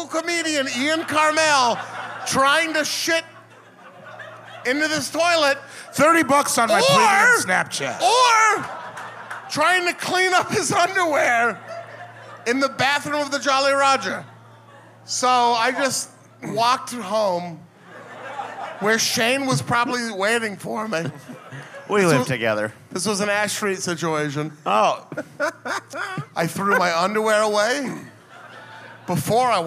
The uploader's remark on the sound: This was recorded live in Washington DC at The Black Cat.